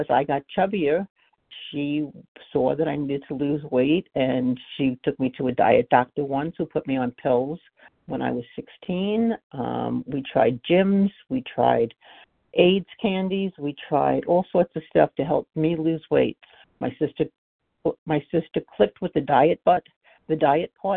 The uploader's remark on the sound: 100 Pounders Phone Meeting.